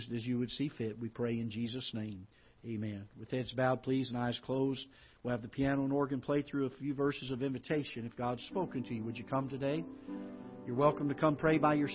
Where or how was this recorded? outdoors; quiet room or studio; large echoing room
large echoing room